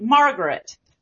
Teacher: So the first thing I notice, in addition to his slightly greater stress when he says Margaret, a lot of times in American English, there's second syllable stress. But Southerners often put more stress on the first syllable. So when he says Margaret, it's a little bit more like Margaret, where there's more stress on that first syllable, so that makes that word stand out even more.